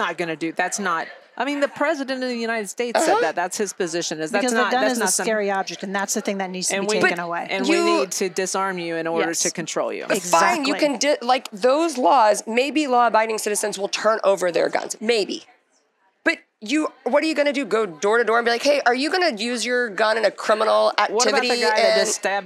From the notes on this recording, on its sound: live from YWLS